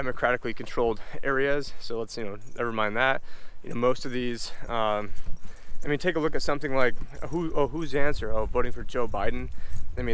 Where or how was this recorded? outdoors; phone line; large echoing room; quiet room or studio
outdoors